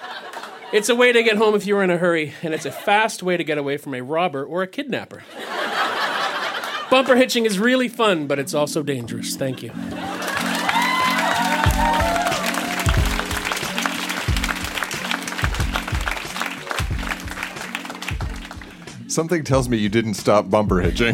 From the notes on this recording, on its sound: Recorded live in Ottawa, ON.